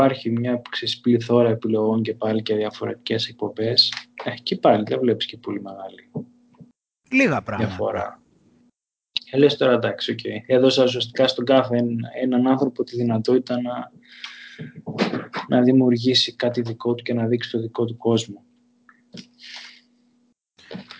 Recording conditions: video call